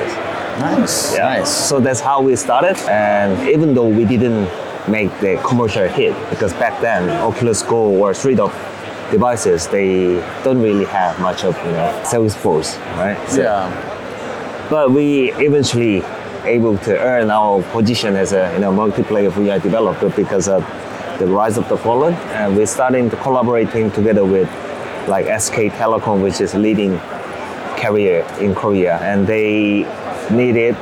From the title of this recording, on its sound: WE WENT TO GDC!! Live Interview w Pixelity Games!